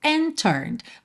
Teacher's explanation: Por exemplo, and turned. Você não ouviu nada do D, do and, porque já juntou no T de turned